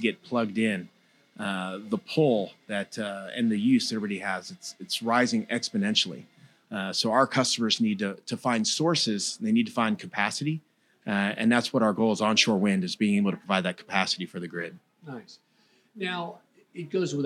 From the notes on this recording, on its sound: Broadcasting live from the heart of downtown Orlando at the illustrious Dr. Amidst the vibrant atmosphere of the summit. Recorded live at the 2023 Make More Manufacturing Summit , hosted at the iconic Dr. Phillips Center for the Performing Arts.